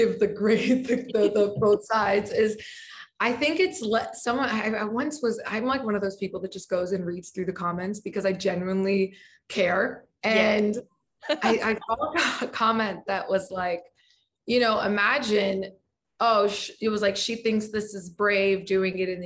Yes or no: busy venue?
no